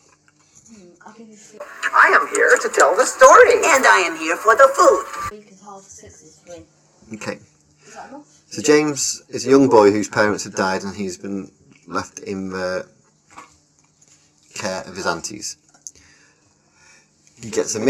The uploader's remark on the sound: Apology for some poor sound of this one we were having microphone problems.